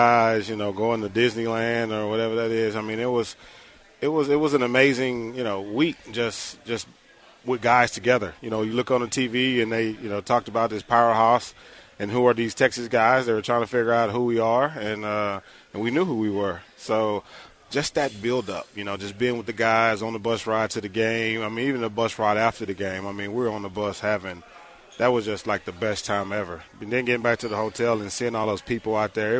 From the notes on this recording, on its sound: LIVE from East River 9 in East Downtown!